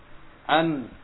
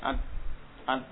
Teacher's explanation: Dia punya sifat gunnah sehingga ketika disukun ada gunnah yang khafifah. · Shown in: first take